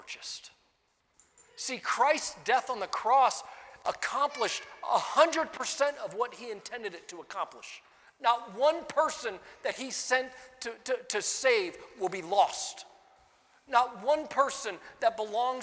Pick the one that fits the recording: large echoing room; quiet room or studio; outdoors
large echoing room